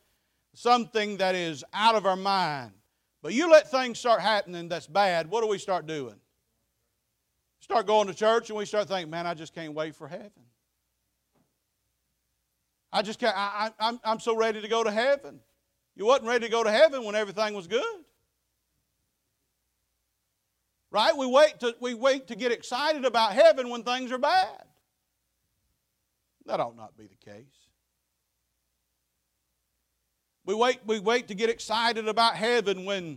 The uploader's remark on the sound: Preached at Faith Baptist Church 9/17/23